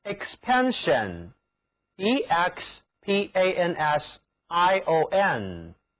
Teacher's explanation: 这里字母 s 还是读作 sh，因此 sion 就读作 shen